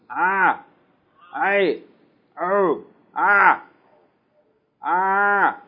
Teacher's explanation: the sound of Ayn is from the throat, but it's different from Hamza